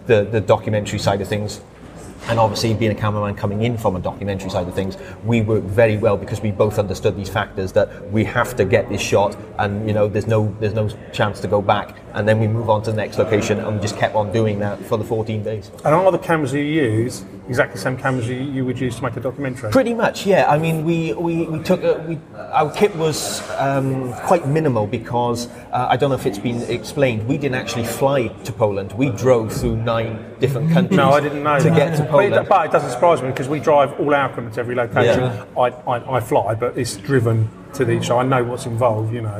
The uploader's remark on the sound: A quick chat from the London International Filmmaker Festival 2017